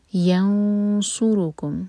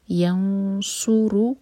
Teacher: ین نون پر ہم اخفا کریں گے، اور ہیوی اخفا صاد کیونکہ ہیوی لیٹر ہے. ینصر رو ہیوی، پراپر دمہ ہے